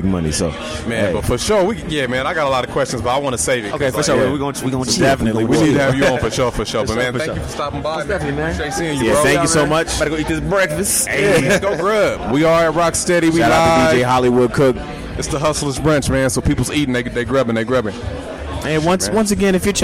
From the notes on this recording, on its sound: we celebrate our 100th Episode live at Rock Steady